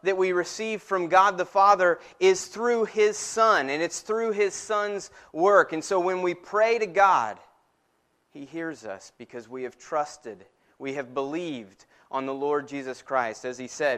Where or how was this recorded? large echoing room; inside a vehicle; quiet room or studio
large echoing room